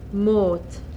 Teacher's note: Short and long, mid, back, rounded vowels